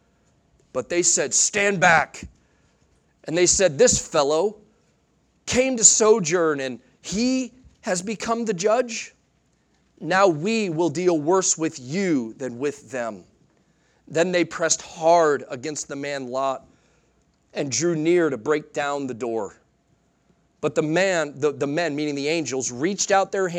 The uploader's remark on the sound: Sunday Morning Sermon Audio